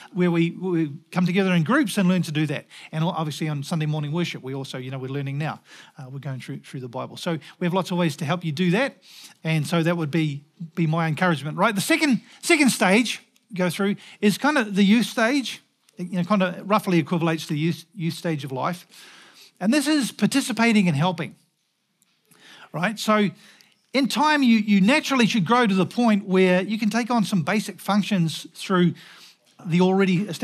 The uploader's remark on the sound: Recorded at the Hukanui Bible Church morning service on Sunday the 18th of June 2023 during the 10:00 am service.